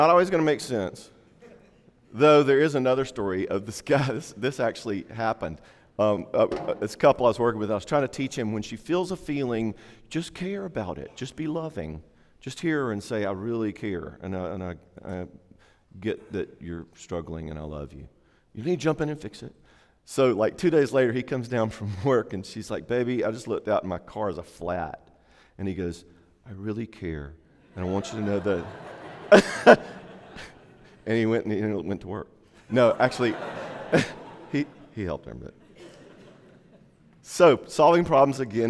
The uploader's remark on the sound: talk during Day 2 of our 2016 Marriage Conference